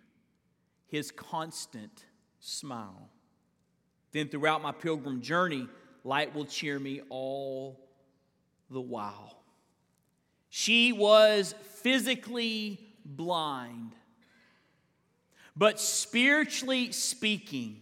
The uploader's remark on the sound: live sermons from First Baptist Church in Fort Walton Beach, Florida